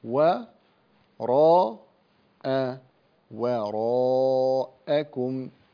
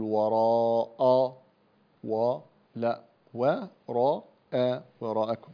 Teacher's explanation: هنا يعني رقق الواو في وراءكم، رقق الواو والهمزة وراء وراءكم، لا تفخم الواو أو الهمزة · Shown in: first take · لا تقول وراء ولا وراء وراءكم.